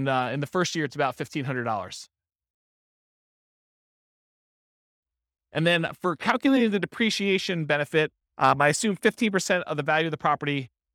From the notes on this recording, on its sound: This was a live class recorded